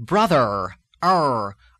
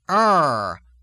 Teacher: the R in Irish is a very, very retroflex sound. As in most parts of America and in the southwestern part of England, the tongue curls upward toward the hard palate.